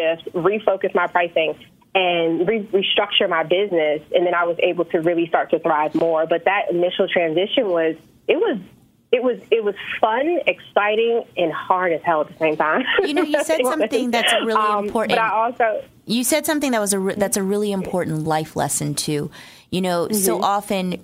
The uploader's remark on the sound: When you open the phone line up to callers you never know who will call!!